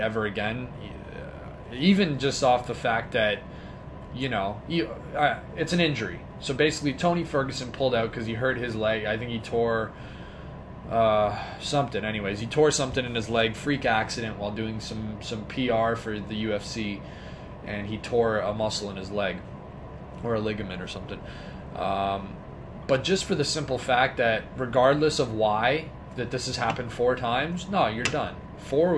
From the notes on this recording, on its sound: At an undisclosed location and is a little shorter than usual. Had to record this off a cell phone so hopefully its clear enough that you enjoy.